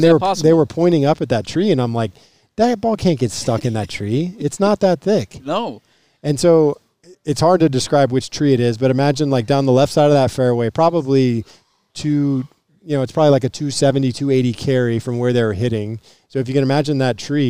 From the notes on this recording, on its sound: Live out at Pumpkin Ridge for the opening round of the LIV tournament. A historic day for golf in Portland.